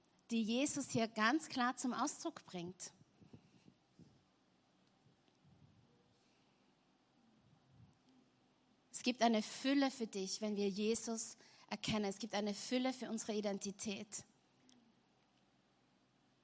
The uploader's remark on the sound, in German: Gottesdienst live aus der LIFE Church Wien.